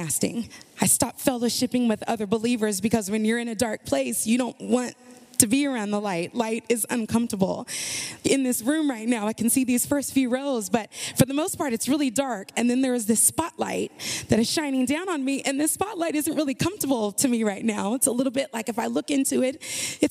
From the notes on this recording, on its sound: The following audio comes from the National Disciple Making Forum by Discipleship.org. We had some great Main Stage speakers bring us convicting and inspiring messages.